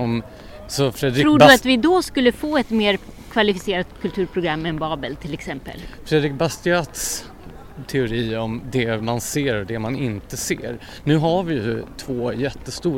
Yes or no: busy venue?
yes